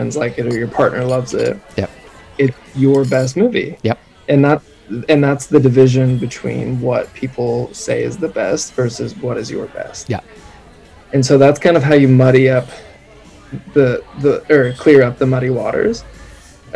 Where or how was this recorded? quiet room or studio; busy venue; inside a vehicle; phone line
busy venue